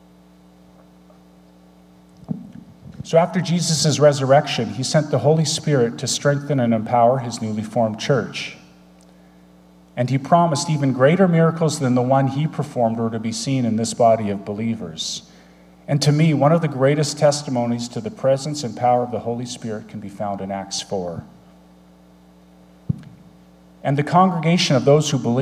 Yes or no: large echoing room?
yes